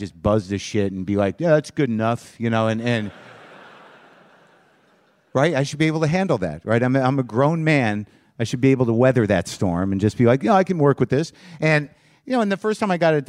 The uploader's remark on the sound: Live from Bumbershoot 2013 in Seattle